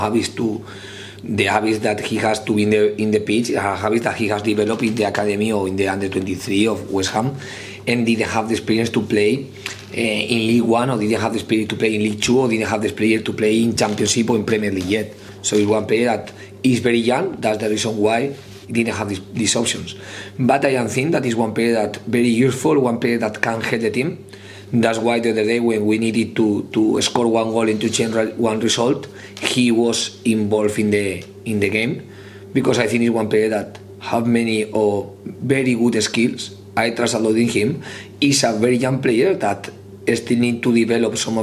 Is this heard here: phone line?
no